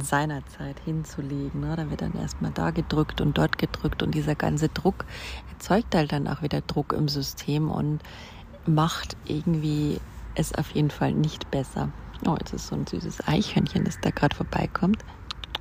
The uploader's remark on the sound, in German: live aus dem Park